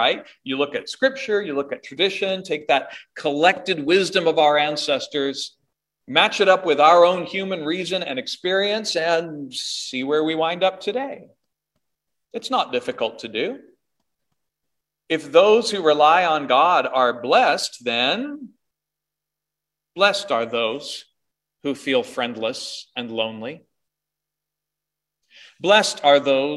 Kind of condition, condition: setting, large echoing room